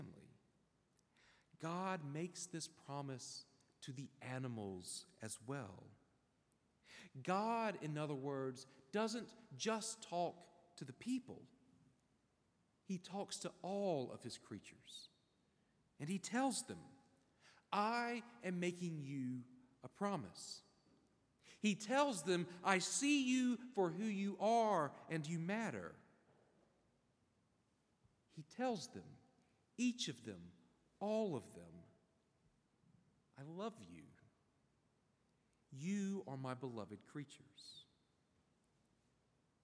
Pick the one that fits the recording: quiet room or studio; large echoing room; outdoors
large echoing room